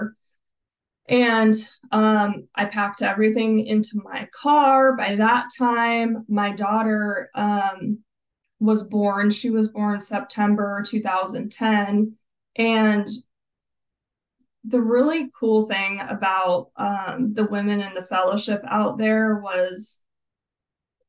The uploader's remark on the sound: Grace Group Zoom Meeting. At the Grace Group Zoom Series in Hattiesburg, MS.